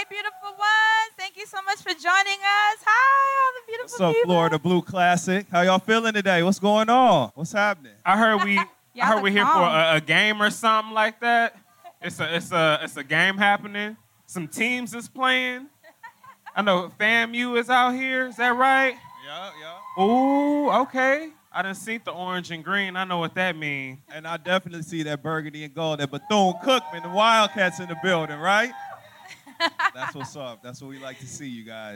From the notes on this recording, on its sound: Live audio of The Friend Zone at the Florida Blue Florida Classic 2018 in Orlando.